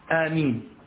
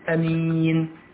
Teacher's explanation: قال والمد والقصر فيه أي في ألف آمين تقول آمين تمد كم حركة حركتين أو تقول أمين بالقصر ليست بالمد وجهان يعني لغتان.